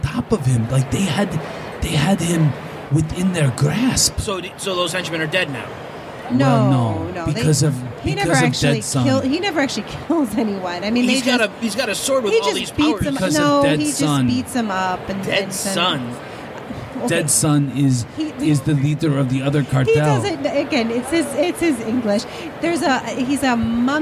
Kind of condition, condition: setting, busy venue